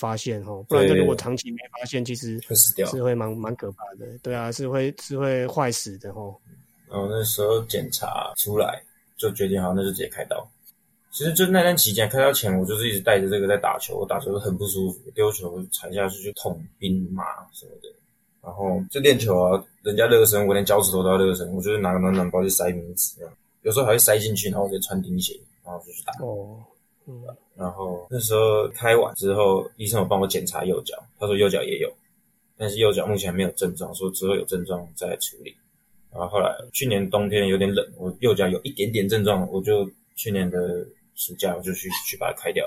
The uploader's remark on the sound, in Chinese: 由於防疫期間，錄音使用連線錄，音質不佳請見諒